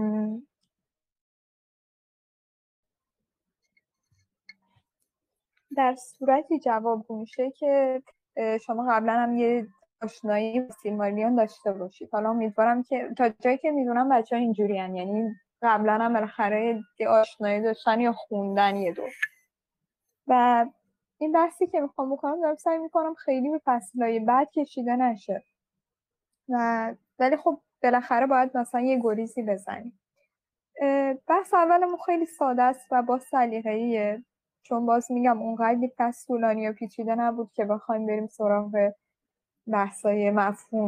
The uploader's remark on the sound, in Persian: این فایل محتوی جلسه آنلاین صوتی ضبط شده همراهان وبگاه آردا